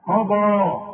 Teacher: قضى القاف والضاد مفخمين والمد كمان